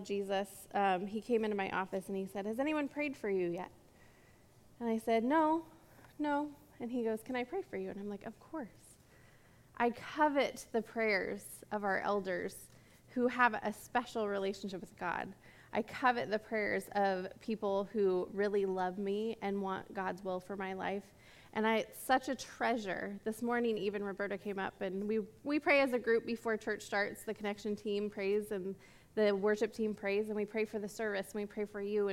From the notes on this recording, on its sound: This message was recorded at a Sunday service on April 10, 2022